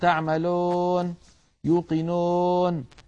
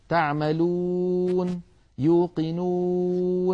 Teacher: الصوت العربي الصحيح تعملون يوقنون، لابد من أن يكون ضما كاملا خال من الألف، كذلك أن يكون خال من الياء · Shown in: second take